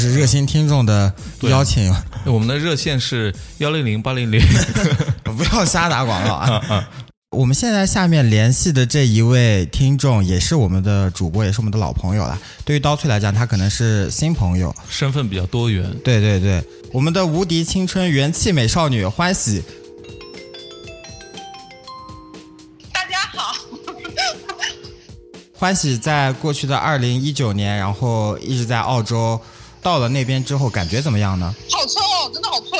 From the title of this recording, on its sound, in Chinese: 电话连线第一期